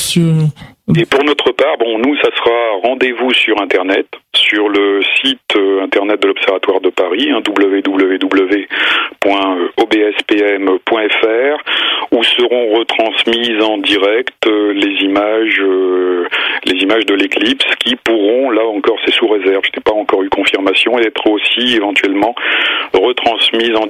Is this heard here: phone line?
yes